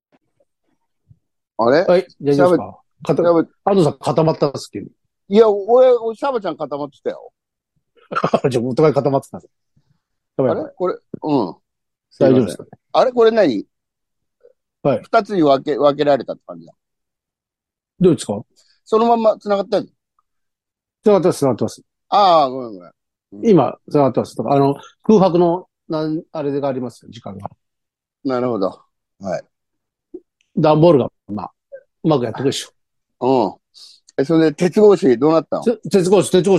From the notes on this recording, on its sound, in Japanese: ZOOMで収録